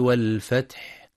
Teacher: ينتبه القارئ لهمس الحاء في والفتح وبيان همس ورخاوة الحاء أيضا في فسبح